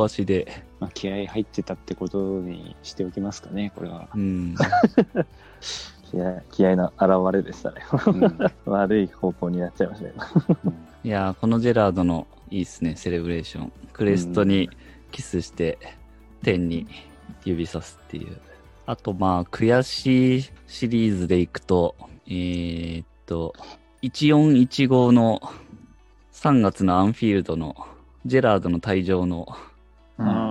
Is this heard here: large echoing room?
no